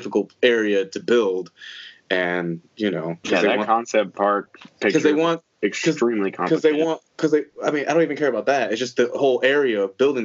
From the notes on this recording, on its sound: The Skype Episode. We thought we had our mics hooked up and everything but apparently not. Fortunately it did record thru our the computer mics. Sorry for the audio quality but it is what it is.